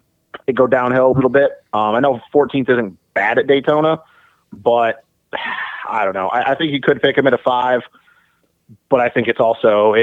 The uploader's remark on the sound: get on the phone